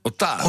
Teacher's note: Dus de klemtoon op de A.